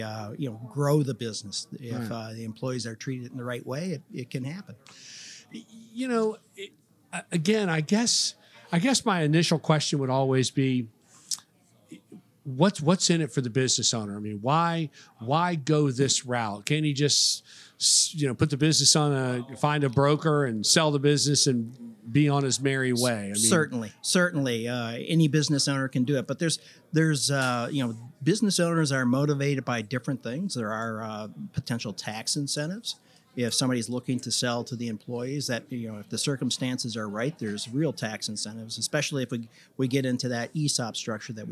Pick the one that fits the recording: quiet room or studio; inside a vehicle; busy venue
busy venue